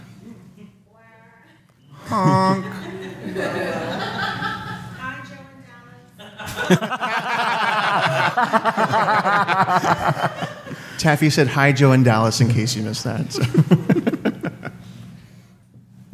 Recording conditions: live audience